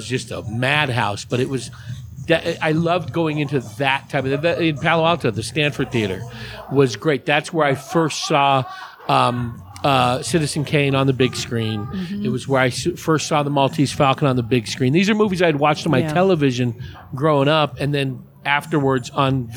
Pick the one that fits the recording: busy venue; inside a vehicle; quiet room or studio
busy venue